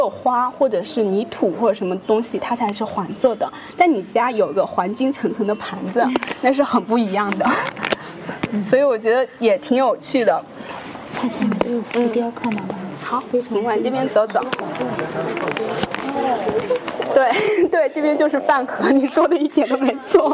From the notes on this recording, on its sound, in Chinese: 这期节目，我们播放的是9月25日在上博青铜馆的现场录音。